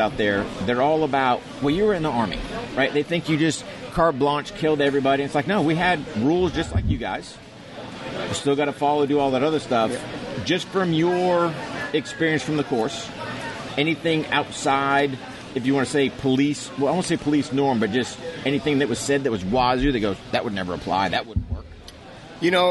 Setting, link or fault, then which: setting, busy venue